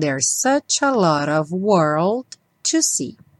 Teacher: Essa palavrinha sempre tem som de of, como se fosse V.